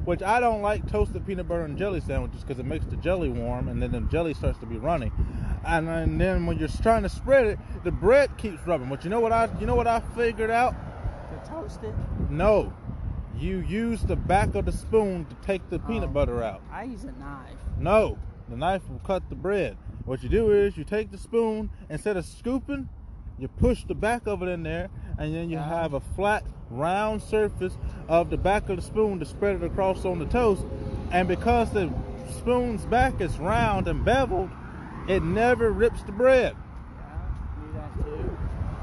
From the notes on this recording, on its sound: Conversation on the beach. From time to time I will record our outings to save our thoughts a latee time.